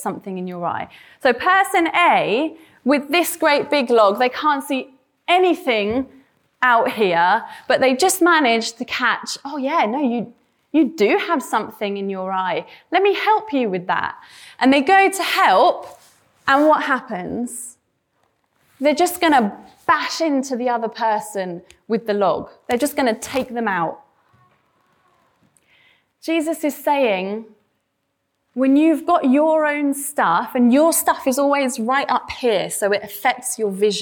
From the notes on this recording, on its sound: This sermon was preached at Welcome Baptist Church